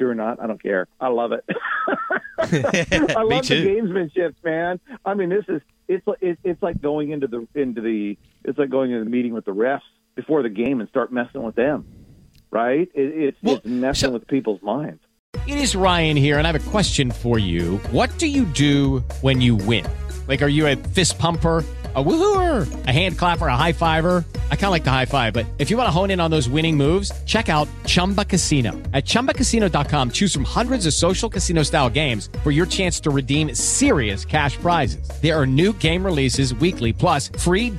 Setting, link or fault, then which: link, phone line